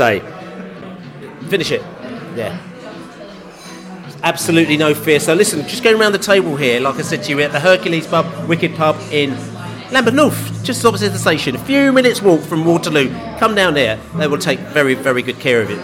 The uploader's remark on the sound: Podcast From the Pub